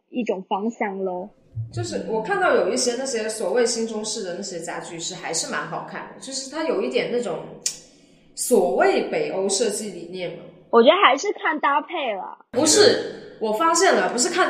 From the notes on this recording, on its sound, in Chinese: 在场还有两位热心听众旁听。由于第一次在实体店里录音，经验欠缺导致音质不佳，场面有些混乱，还请见谅。